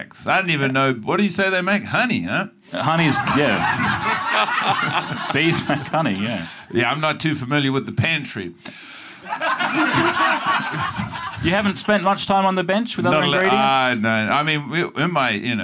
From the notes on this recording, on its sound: Live at Comedy Republic for MICF 2023!